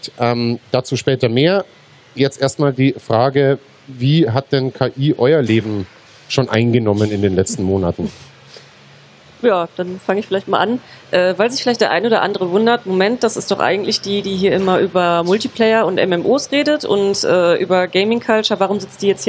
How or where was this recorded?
busy venue